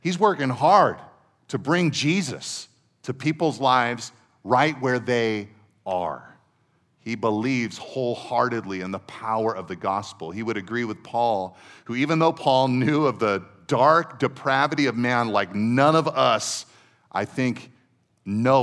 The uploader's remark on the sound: Second session at our 2023 Men’s Conference